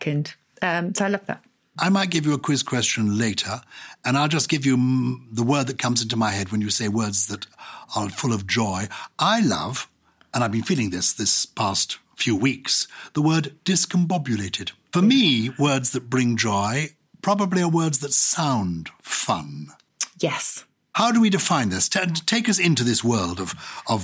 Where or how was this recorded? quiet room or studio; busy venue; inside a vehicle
quiet room or studio